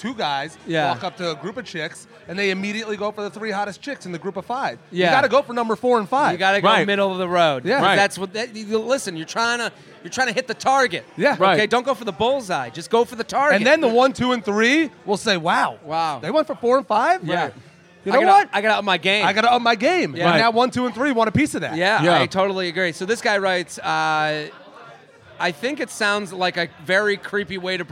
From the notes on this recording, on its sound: Comes LIVE from Hair Of The Dog.